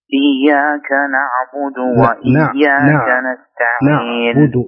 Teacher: قلقلت العين فقلت نعبد وهي ليست فيها قلقلة